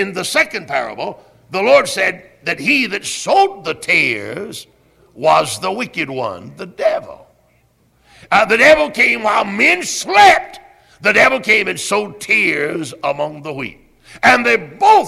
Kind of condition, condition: setting, large echoing room